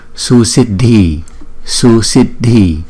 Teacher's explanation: Còn chữ DH là D, D. Chữ D á thì nó nhấn mạnh một chút, nhiều hơi ra một chút, bật hơi ra, gọi là âm bật.